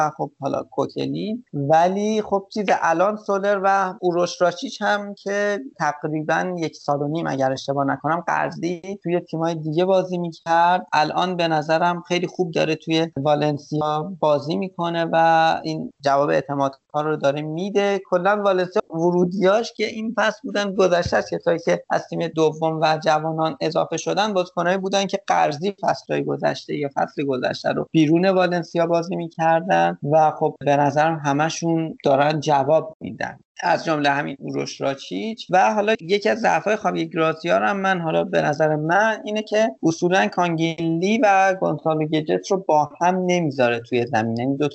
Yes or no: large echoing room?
no